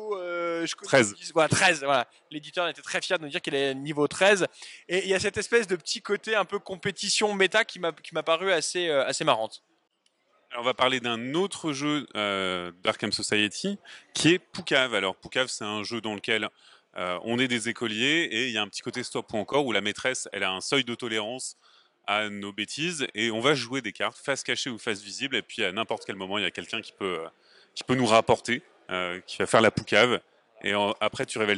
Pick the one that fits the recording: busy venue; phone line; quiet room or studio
busy venue